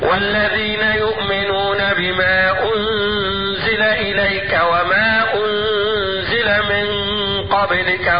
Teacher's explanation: قصرت المنفصل بمقدار حركتين